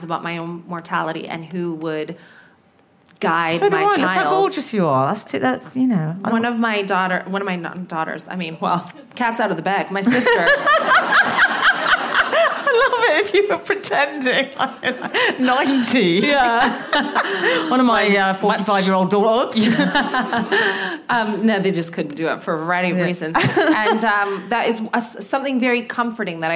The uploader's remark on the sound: In front of a live audience with their two dogs Meg Ryan and Raymond.